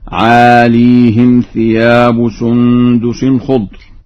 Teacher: قوله تعالى: عاليهم ثياب سندس خضر، قرأ ورش لفظ عاليهم بإسكان الياء، ويلزم من هذا الإسكان كسر الهاء هكذا: عاليهم ثياب سندس خضر.